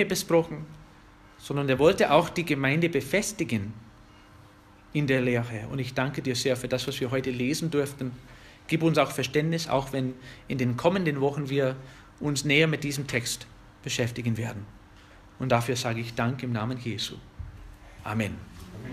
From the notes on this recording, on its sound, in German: Eine Predigt aus der FBG Oberpfraundorf